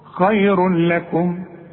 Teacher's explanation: تدغم التنوين في اللام وما يبقاش عندك غنه، بدون غنه ما تغنش · Term: ادغام كامل بدون غنة